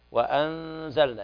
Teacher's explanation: إخفاء حقيقي لوقوع الزاي بعد النون الساكنة